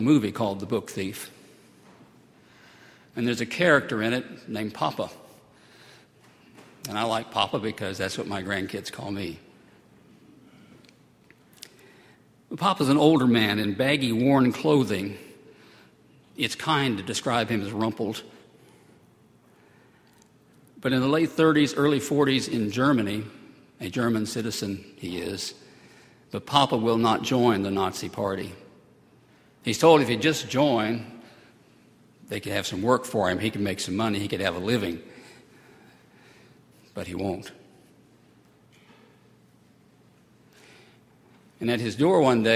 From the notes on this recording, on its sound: at Highland Baptist Church